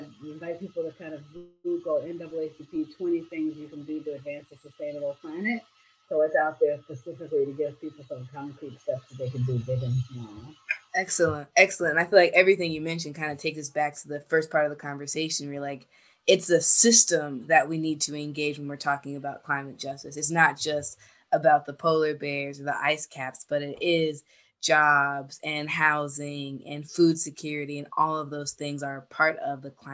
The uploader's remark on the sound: While she was in Gulf Coast Mississippi celebrating their Solar for All Project. Although we had a bit of trouble with our audio during our conversation.